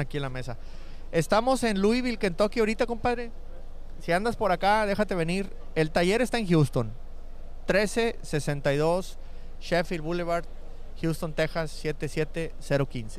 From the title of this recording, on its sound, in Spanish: Live desde expo en Kentucky